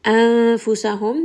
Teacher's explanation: Anfusahum, this is going to be ikhfa. So this nun sakin sound is going to be hidden within the makhraj of the next letter, which is fa.